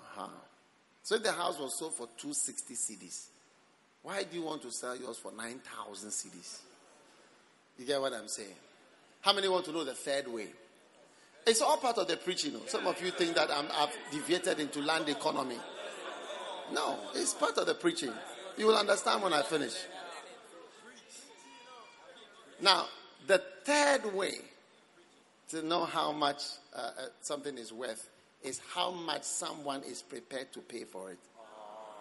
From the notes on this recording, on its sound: Preached at the Christmas Service.